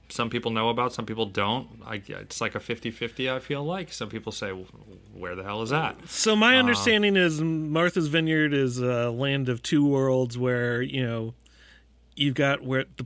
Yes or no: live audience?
no